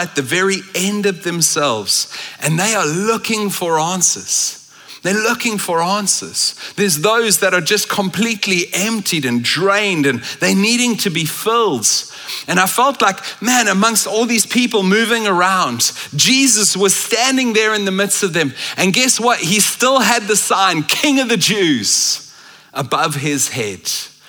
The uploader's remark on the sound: at Common Ground Church Rondebosch on the 3rd of December 2023